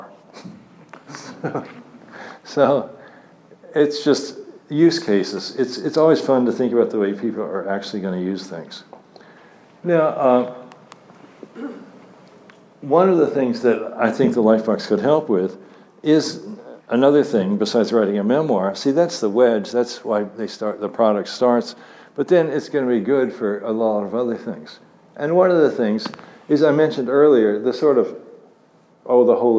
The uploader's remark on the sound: Talk at IOHK Summit conference in Miami Beach.